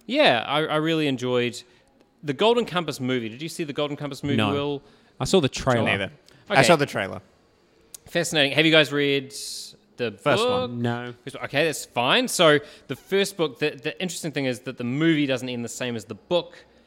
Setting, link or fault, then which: setting, live audience